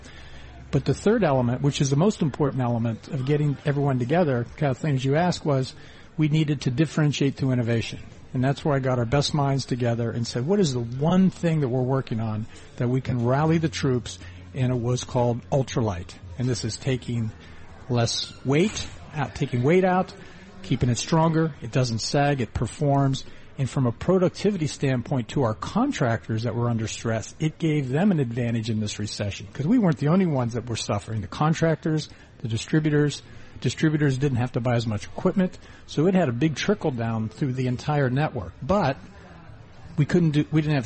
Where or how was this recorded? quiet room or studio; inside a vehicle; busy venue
busy venue